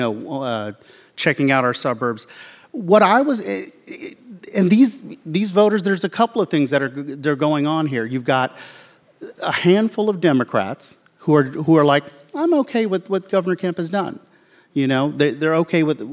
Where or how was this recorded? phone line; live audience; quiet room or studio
live audience